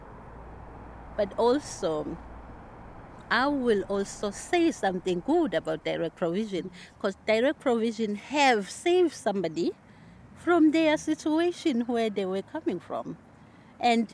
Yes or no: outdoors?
yes